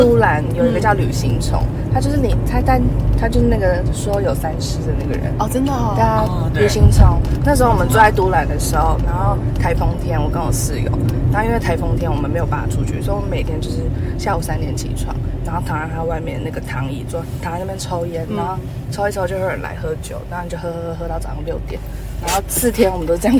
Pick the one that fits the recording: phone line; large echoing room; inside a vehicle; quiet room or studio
inside a vehicle